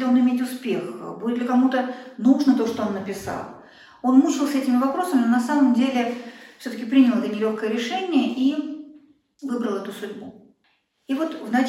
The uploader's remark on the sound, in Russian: Волгоград. Лекция прочитана в рамках фестиваля «Философия для жизни».